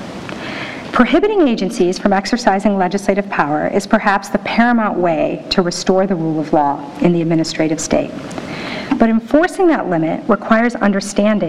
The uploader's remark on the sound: NYU Rule of Law Symposium Keynote Address